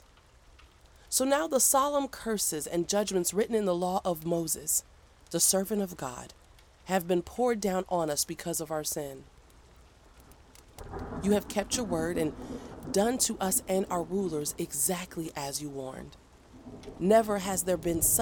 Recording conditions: sounds in the background